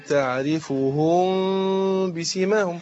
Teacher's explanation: عندنا الإخفاء فيه نقول تعرفهم بسيماهم هنا إخفاء شفوي يعني عندنا الميم ساكنة والباء بعدها يبقى أنا بخفي الميم